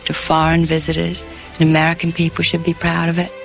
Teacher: The unmistakable breathy voice of Jackie Kennedy